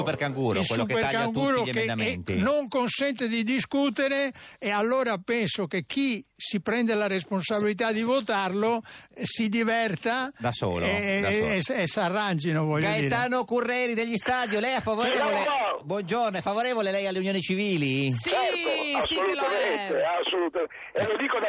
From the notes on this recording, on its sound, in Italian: al telefono